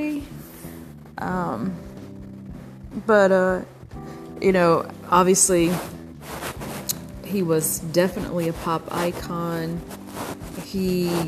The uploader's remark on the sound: Sorry about the white noise on this episode!